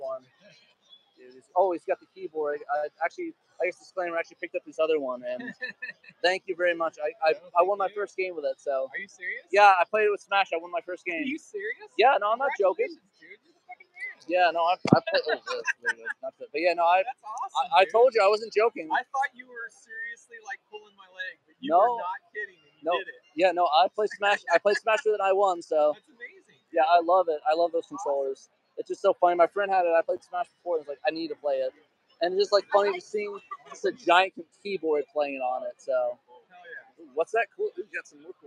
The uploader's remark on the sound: Live at Game On Expo 2023! Looking at some of the amazing stuff here at Game On Expo in Phoenix, AZ.